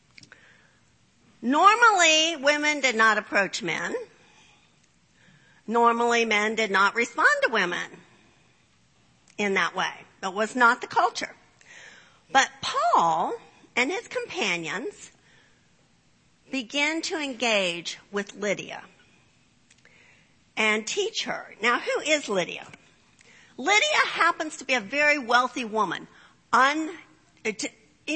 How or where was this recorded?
large echoing room